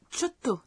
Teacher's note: Lorsqu'on le prononce, on insiste légèrement sur la consonne qui suit cho.